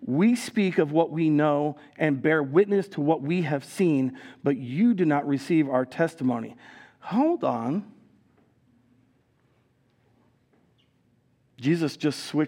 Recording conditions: large echoing room